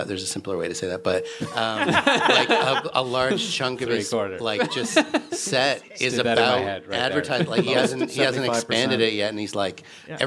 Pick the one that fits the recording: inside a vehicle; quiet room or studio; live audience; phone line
live audience